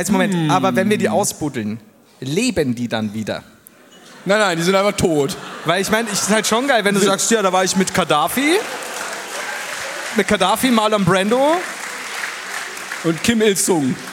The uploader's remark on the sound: Live in Bonn